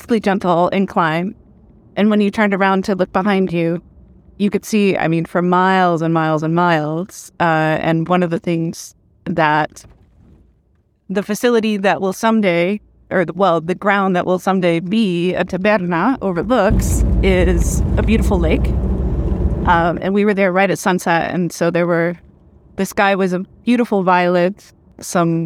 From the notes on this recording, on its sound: Final Car Conversation. On the drive back to Guadalajara.